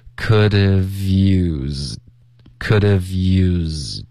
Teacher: could have 这一段 v 的音跟 used 会连读